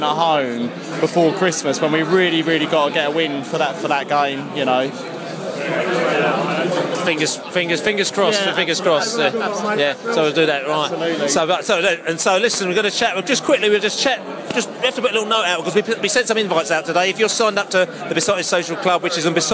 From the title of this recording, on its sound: post-match podcast from the pub